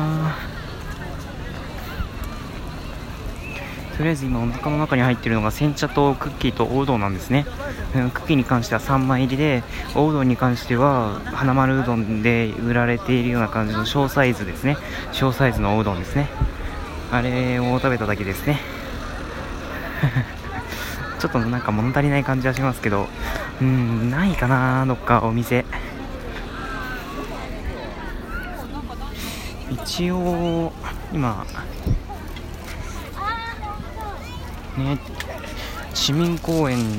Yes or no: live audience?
no